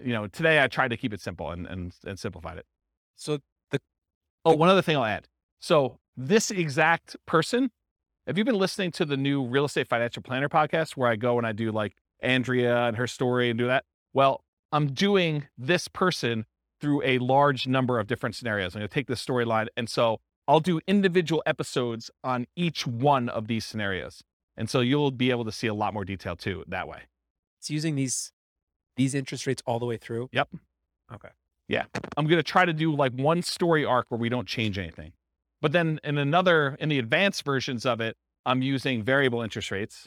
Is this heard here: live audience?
yes